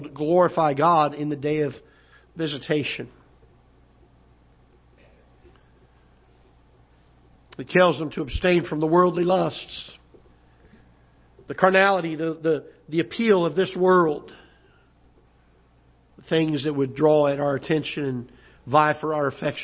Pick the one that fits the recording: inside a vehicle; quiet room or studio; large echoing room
large echoing room